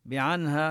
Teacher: نظهر النون قبل الهاء نلفظها من مخرجها بدون غنة زائدة